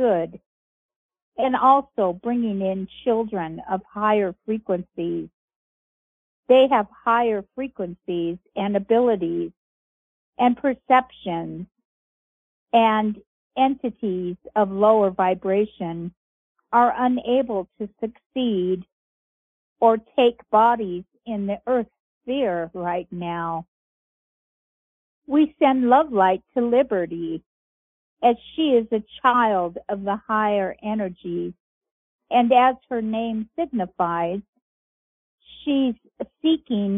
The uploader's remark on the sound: Conference Call LIVE, July 18, 2022